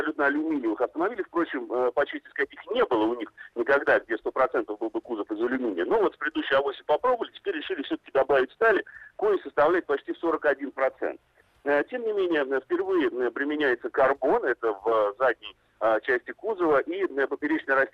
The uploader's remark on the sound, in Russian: Из Барселоны по телефону.